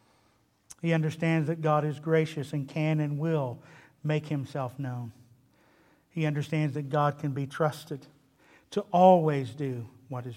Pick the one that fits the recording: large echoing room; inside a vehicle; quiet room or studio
large echoing room